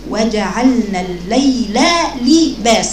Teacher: أحسنتي، وجعلنا الليل لباسا، يبقى وجعلنا الليل الليل لباسا. بعد ما بخرج اللام الأولى من مخرجها وصفتها أروح كأني بحط لساني في نفس المخرج تاني عشان أجيب لام تانية